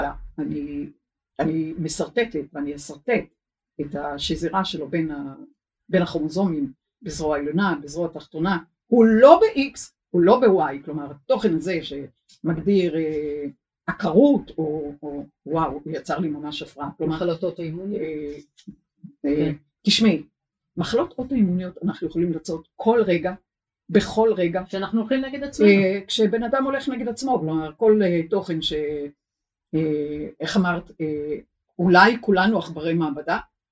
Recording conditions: poor sound quality